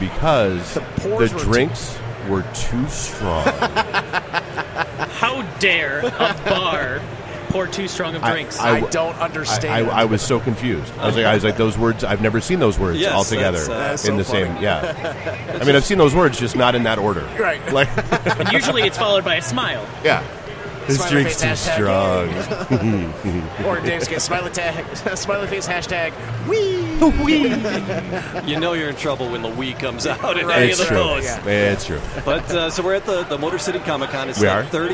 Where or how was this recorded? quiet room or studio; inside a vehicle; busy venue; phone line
busy venue